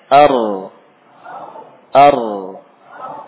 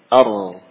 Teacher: Dan itulah sifat asli dari ra, ya, ada getaran di ujung lidah.